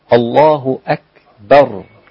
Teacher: الكاف رقيقة والهمزة قبلها رقيقة. الله أكبر والباء رقيقة أيضا مش أكبر.